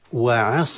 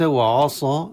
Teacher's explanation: وللعلم أن الألف هنا تفخم لأن ما قبله حرف تفخيم، ولكن وعصى وليس وعصى بتفخيم العين، العين ترقق · Shown in: first take